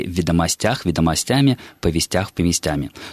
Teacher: во множественном числе, в косвенных падежах, ударение в этом слове падает на окончание